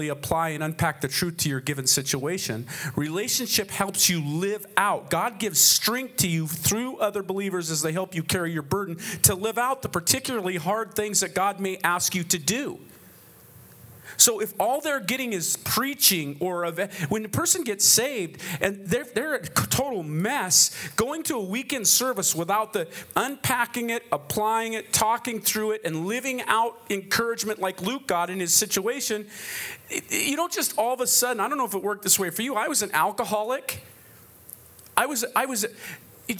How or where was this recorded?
live audience